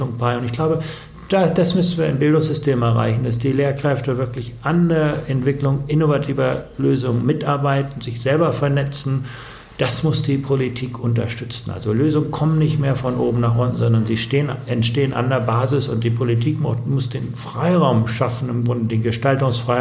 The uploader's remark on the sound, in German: auf dessen Konferenz wir das Interview aufgezeichnet haben